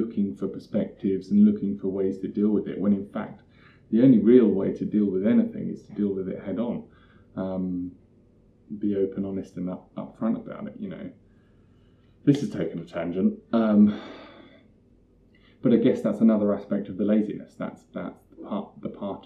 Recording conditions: poor sound quality